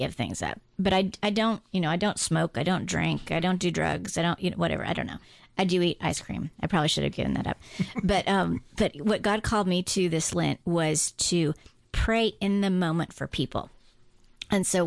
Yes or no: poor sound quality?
no